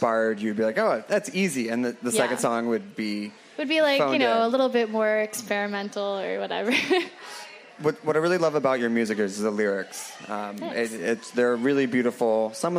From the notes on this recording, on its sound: Live from Northside Fest. Hosts a very special live taping at Brooklyn's 9th annual Northside Festival.